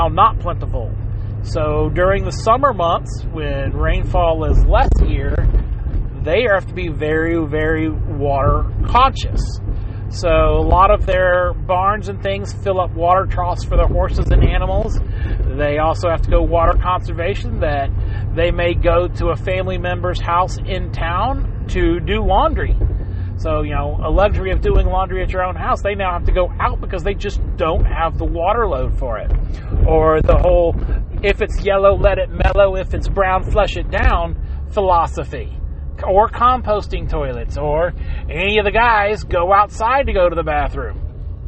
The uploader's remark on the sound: Sorry for the background clicks. I tried to edit it out but didn't have much luck without distorting the audio to the point you can't hear.